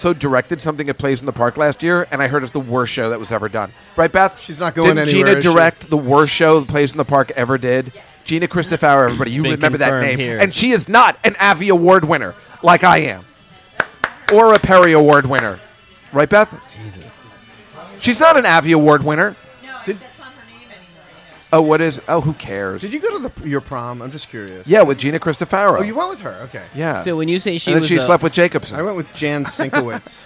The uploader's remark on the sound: Live from Tommy Bahamas. Taped at Tommy Bahama’s Restaurant in Times Square, New York City on October 8, 2016. Friends and family gather around to talk comedy, nonsense, news and politics on this milestone podcast.